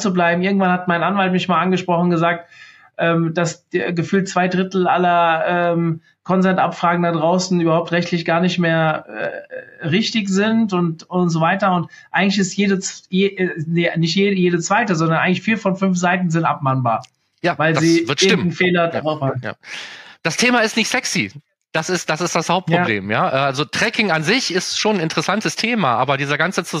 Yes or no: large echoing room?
no